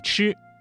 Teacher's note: 吃的发音位置是舌尖要抵住或者接近硬腭后部 · Term: 翘舌音